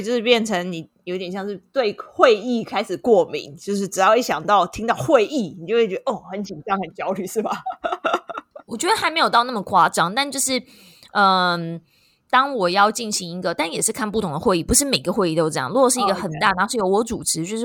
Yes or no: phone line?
no